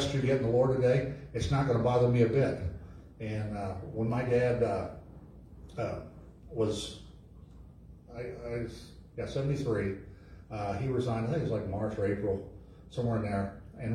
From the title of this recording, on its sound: LIVE from Calvary